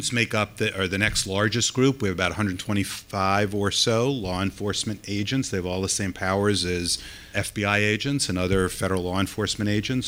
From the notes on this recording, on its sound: This episode was recorded live at DOI’s annual Anti-Corruption Conference in New York City.